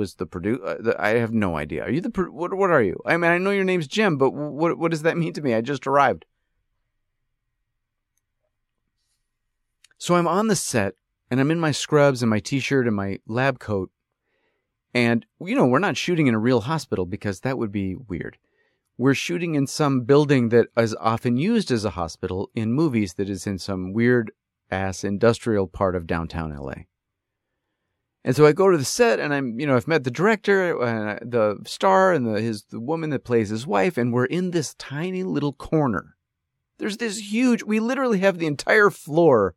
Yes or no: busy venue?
no